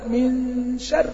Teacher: الغنة المستطالة اللي هي الغنة الطويلة اللي هي بمقدار حركتين